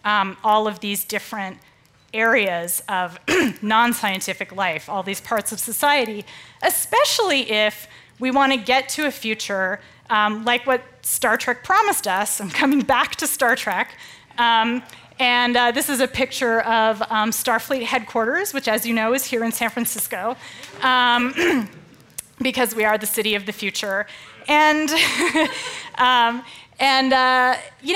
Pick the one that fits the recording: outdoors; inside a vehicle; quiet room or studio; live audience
live audience